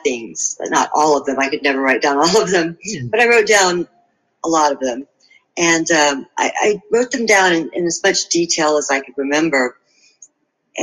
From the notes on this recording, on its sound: Live Webinar.